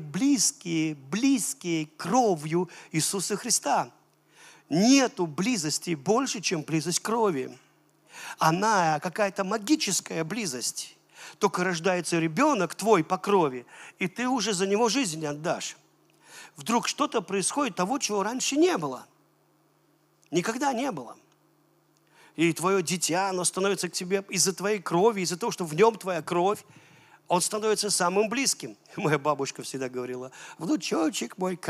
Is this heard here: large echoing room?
yes